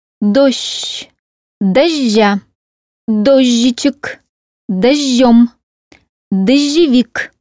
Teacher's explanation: Например, «уезжаю», «приезжаю», «позже», «возже», «дребезжит». Слово «дождь» произносится с долгим мягким «ш» или с долгим мягким «ж» вместо сочетания «жды».